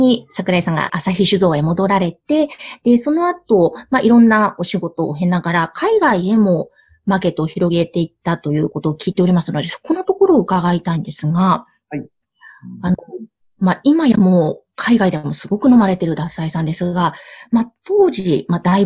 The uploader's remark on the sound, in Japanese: Zoom・オンラインでインタビュー収録をしています。